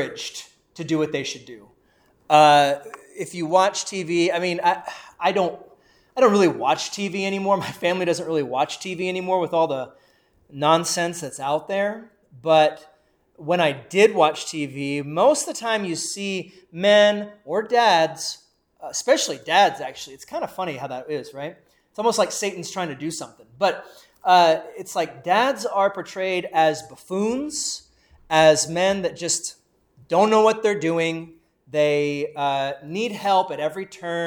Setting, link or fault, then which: setting, large echoing room